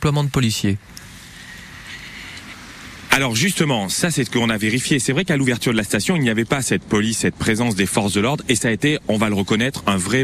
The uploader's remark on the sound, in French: en direct des stations essence